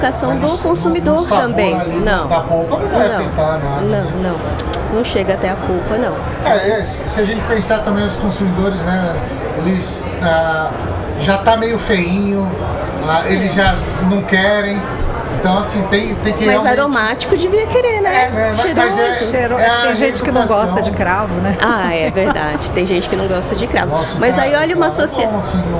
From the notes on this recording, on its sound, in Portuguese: Estamos ao vivo da Hortitec 2023